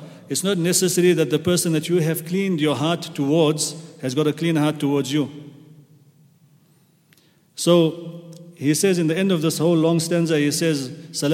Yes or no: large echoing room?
yes